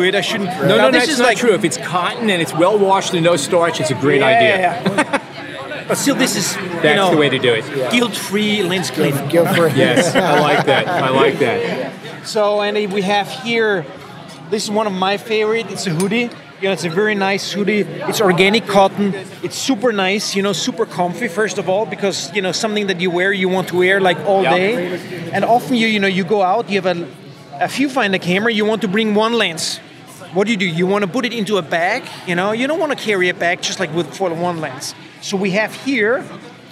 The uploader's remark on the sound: A Walk through PhotoPlus Expo 2017. It is the largest photography and imaging event in North America. It is at the latter at whom we aimed our microphones as we wandered around the Expo floor.